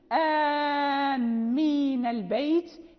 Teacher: فإذا اجتمعت يعني نوعين من المد في كلمة واحدة فأعمل الأقوى والغي الأضعف، يعني في الأقوى هو الذي يعني نعمل به إذا اجتمع مدان في كلمة واحدة، مثل آمين البيت، يعني هنا مد بدل وبعده مد لازم، الميم مشددة فلا يبقى أثر لمد البدل